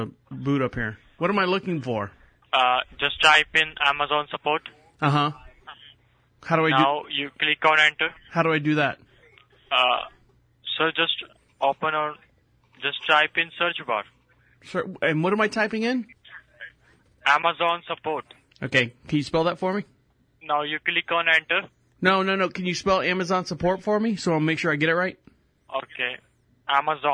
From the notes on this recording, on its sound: Where we take back the conversation from unsolicited phone calls... All comments, names, and information given to the callers are made up in real time as the call is recorded.